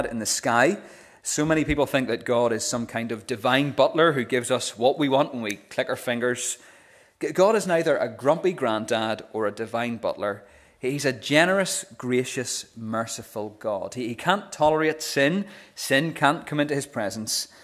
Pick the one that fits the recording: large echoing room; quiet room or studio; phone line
large echoing room